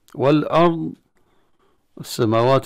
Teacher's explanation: السماوات إدغام اللام في السين، والأرض إظهار اللام عند الهمزة، لأن اللام التعريف إما أن تكون قمرية فتظهر اللام عند الحرف الذي بعده، وإما أن تكون شمسية فتدغم اللام في الحرف الذي بعده.